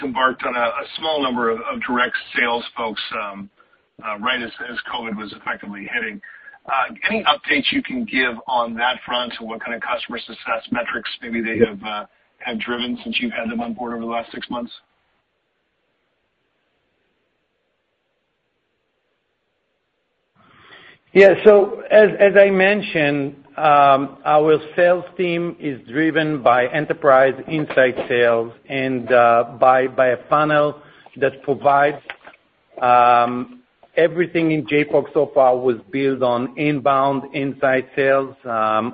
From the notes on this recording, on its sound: Earnings Conference Call